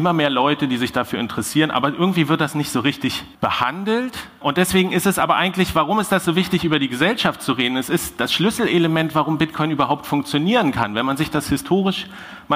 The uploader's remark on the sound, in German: In dieser zweiten Sommer-Sonderfolge gibt es den Mitschnitt meines Vortrags. Den ich Anfang Juni auf der Republica in Berlin gehalten habe. Der Vortrag wurde Audio-Only aufgezeichnet und funktioniert auch, wenn man ihn nur hört.